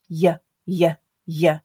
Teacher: the Y sound is made by the center of the tongue, moving close to but not touching the hard palate at the top of the mouth while vibrating the vocal cords. The sides of the tongue will touch the upper side teeth here. · You want to get it close to, but not touching that hard palate. It's called an approximant sound, which means that it comes close to producing friction, but doesn't quite get there.